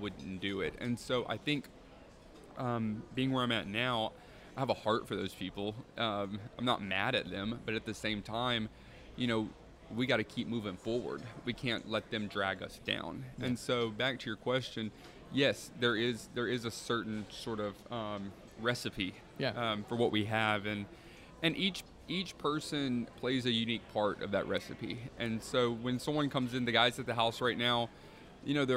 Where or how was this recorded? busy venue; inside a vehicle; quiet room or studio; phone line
busy venue